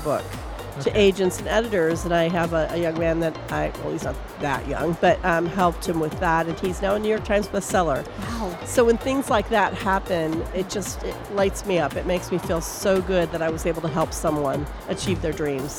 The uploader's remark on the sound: Live from SIBF 2023